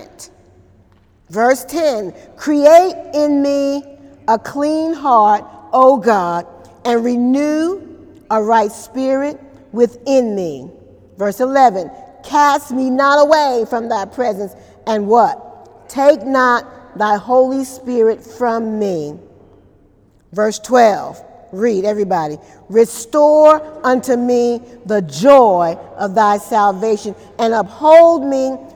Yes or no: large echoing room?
yes